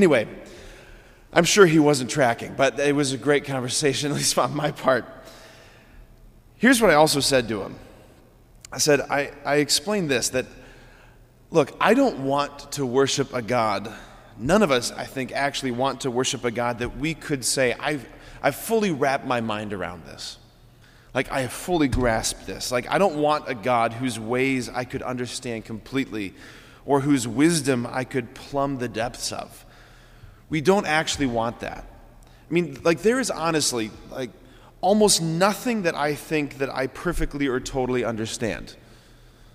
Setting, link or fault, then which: setting, large echoing room